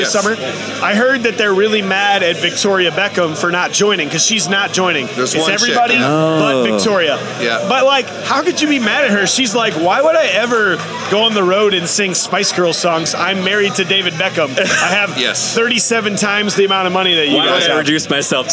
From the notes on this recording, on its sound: 1 Year Anniversary Live Broadcast. Record the podcast episode live from Tailgators during the CRMS 1 year anniversary meet up.